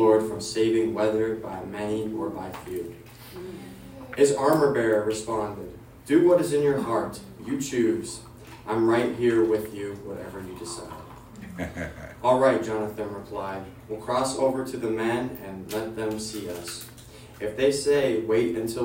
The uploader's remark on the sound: This message was recorded at WayLife's monthly collective. Forgive the lower quality audio quality.